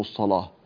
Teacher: فالصلاة هنا كذلك اللام مغلظة لأنها مفتوحة وقد سبقت بحرف الصاد المفتوح